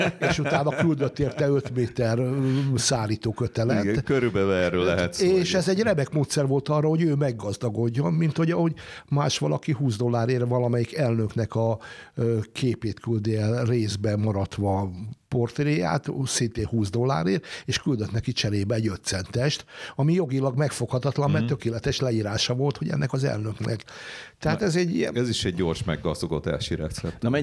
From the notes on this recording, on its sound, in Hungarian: PosztmodeM a Pátria Rádióban. Megszólal telefonon.